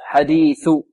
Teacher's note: الساء تخرج من منتهى طرف اللسان مع منتهى طرف الثنايا العليا